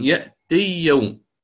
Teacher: طيب لكن الحال أنكم تدغمونها قولا واحدا، تقولون يأتي يوم مباشرة، تدغم الياء الأولى في الثانية